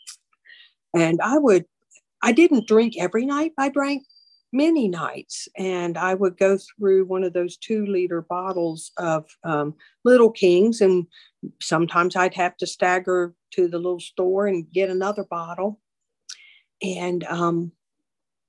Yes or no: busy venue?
no